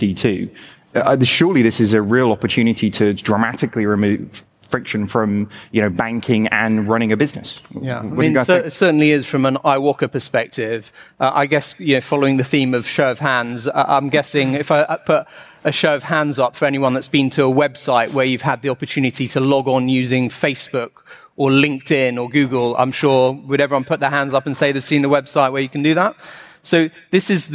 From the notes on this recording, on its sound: Live from Xerocon. This week's special edition of Fintech Insider Insights was recorded live at Xerocon 2017 from London's Excel Centre.